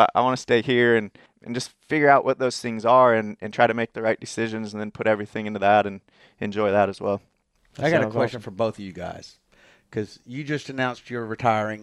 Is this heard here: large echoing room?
no